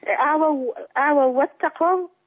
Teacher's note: لان الواو عندي مسبوقه بفتح فتبقى لينه